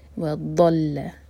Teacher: ضاد جو ہے زبان کی سائڈ سے ادا ہوتا ہے، ہماری زبان کی سائڈ جو ہے اوپر والے جو ہمارے سائڈ کے دانت ہیں ان کے روٹ میں ٹائٹلی ٹچ ہونی چاہیے . و ضل لام لائٹ لیکن ضاد ہیوی، عنہم نون پر